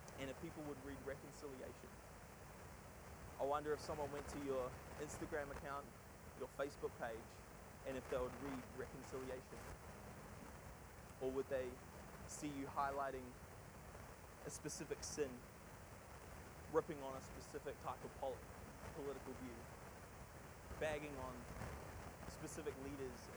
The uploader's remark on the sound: Sorry for the audio quality. We had trouble removing the static noise.